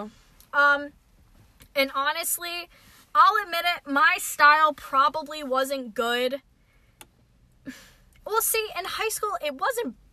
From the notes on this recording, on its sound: we recorded this episode in a parking lot so tune in as we are flirted with (or threatened) by another car that decided to join us